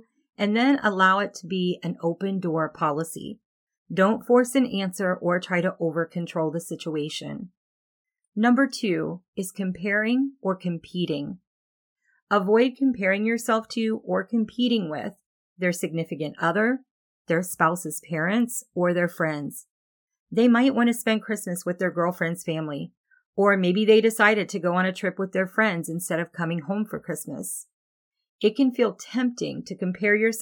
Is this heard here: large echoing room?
no